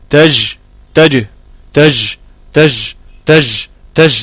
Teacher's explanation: ده بيخرج هواء كبير جدا من داخل الفم، الهواء ده بيحول بين الالتساق المحكم ما بين وسط اللسان وبين الحنك الاعلى، وده بيخلي في الجيم شيء من الرخاوة، وهذا ليس من الصحة في شيء، فان الصحيح ان تكون الجيم شديدة.